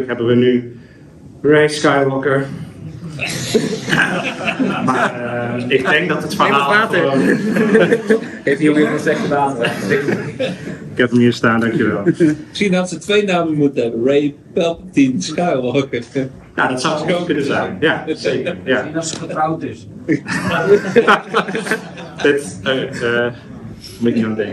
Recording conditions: live audience